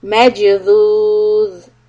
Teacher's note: the letter ذال has no قلقلة. So we have to make sure that we let the breath flow just a little bit so we can avoid a bounce on it.